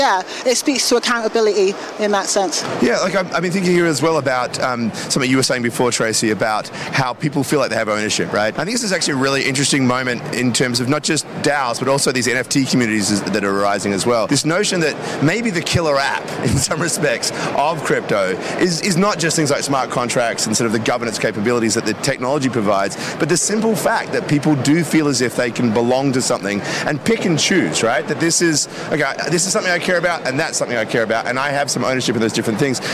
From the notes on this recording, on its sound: Live from Consensus in Austin, Texas